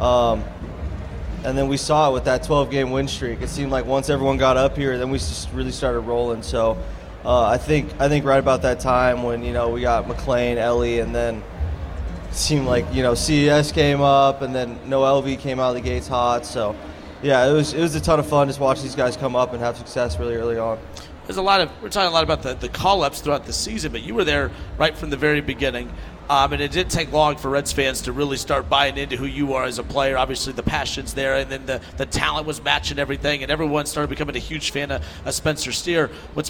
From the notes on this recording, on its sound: 1410 WING AM ESPN Radio in Dayton. LIVE from Redsfest.